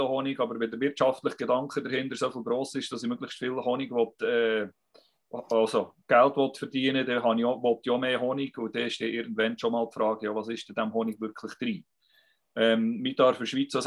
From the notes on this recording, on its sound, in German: Akustische Aufzeichnung der WebKo (Zoom Meeting)